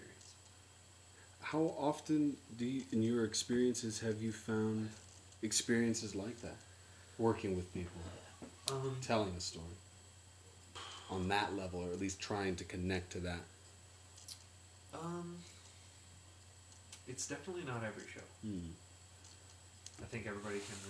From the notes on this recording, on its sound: Technical difficulties can't stop The Ghost Lights Podcast!